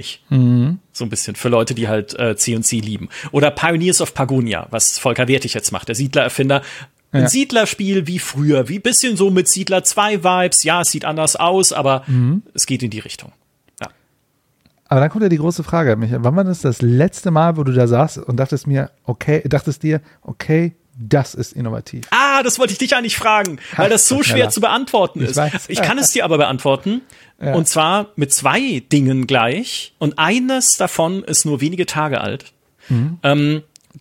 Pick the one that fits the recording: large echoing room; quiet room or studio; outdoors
quiet room or studio